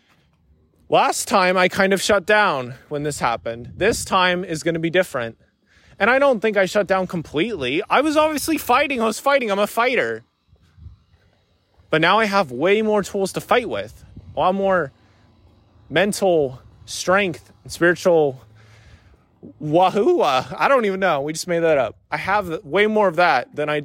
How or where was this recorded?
outdoors